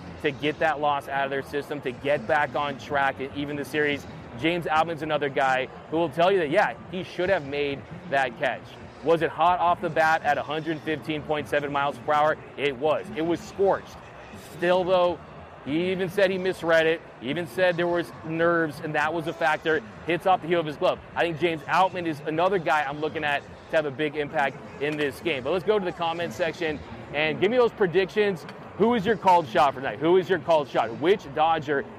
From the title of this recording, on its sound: Live From Dodger Stadium